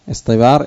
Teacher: طيب اصطبار اصطبار افتعال، لأن الطاء أصلها تاء، أصلها اصطبار اصطبار افتعال، إنما أبدلت التاء طاء بسبب حرف الاستعلاء الصاد الذي سبقها